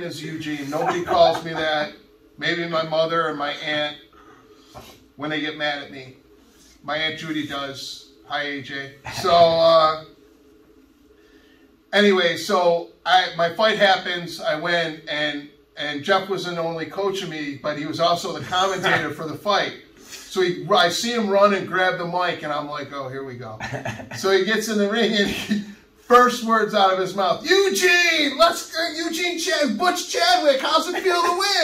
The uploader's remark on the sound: We shot outside of the studio and at the gym instead.